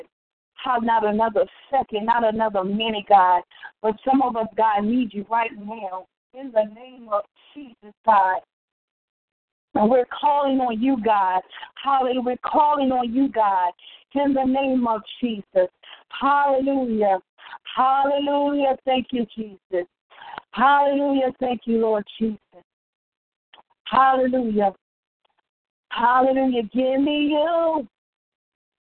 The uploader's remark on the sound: TeleConference.